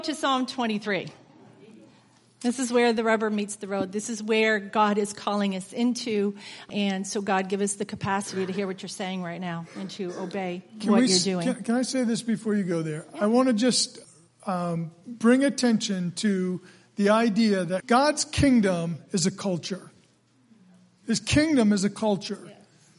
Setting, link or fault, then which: setting, large echoing room